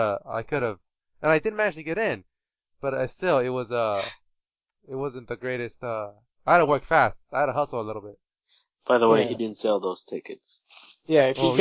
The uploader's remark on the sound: As the Nameless Geeks battle SOUND ITSELF. Sand Diego Comic Con.